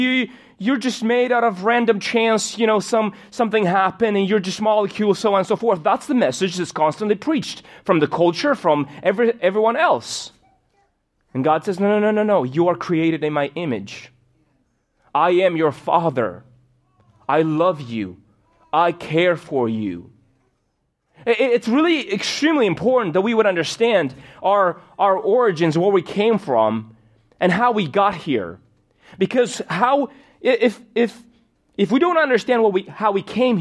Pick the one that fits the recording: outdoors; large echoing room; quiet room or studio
large echoing room